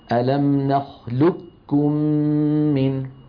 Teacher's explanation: بإدغام القاف في الكاف إدغاما كاملا فلا يبقى للقاف أثر، ويكون النطق بكاف مشددة